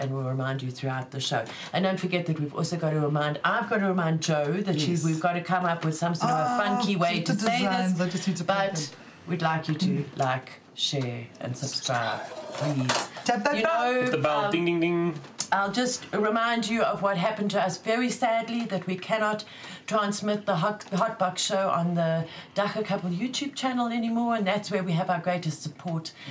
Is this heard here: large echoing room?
no